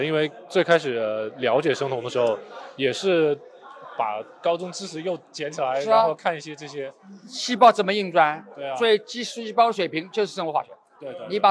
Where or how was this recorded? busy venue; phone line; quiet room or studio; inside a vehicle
busy venue